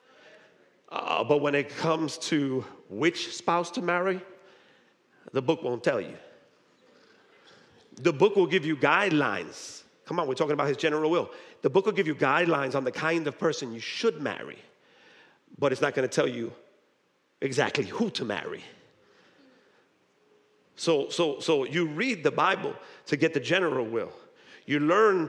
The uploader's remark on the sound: Recorded live at High Place Church, Merchantville, NJ.